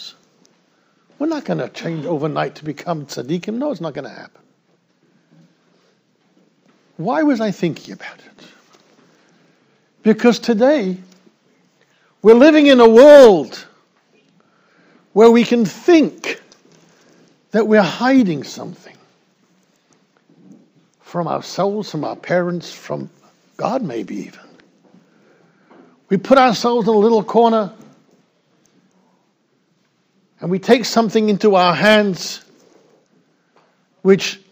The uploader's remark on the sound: Shiur recorded in Yeshivas Ohr Reuven, Monsey, NY.